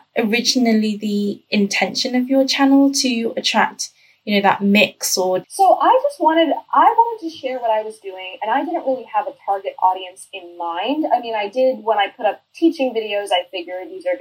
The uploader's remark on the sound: Interview recorded on 30th July 2019 via Google Hangouts.